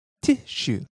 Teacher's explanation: rising on the ti